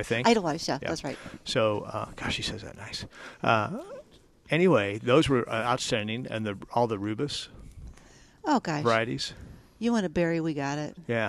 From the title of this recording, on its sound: Live at Prairie Gardens